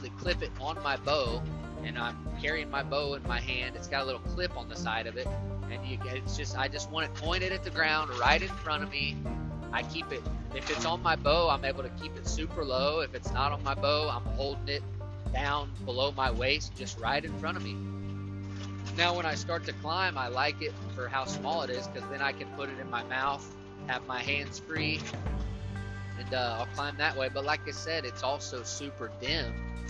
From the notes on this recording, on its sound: My apologies for the background noise. I record most of these podcasts from a rickety old 18 wheeler.